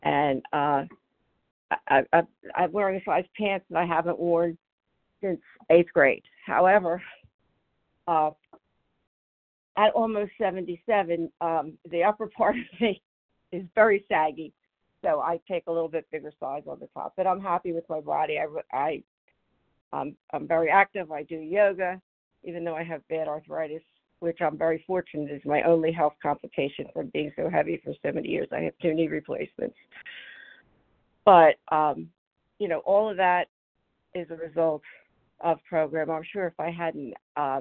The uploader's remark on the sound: 100 Pounders Phone Meeting